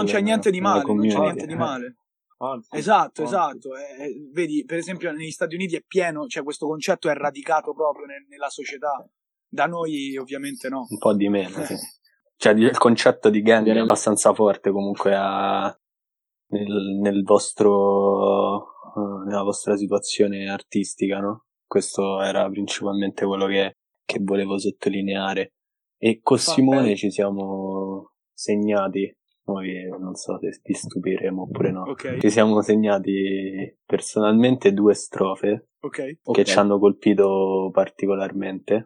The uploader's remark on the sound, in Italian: Episodio registrato da remoto.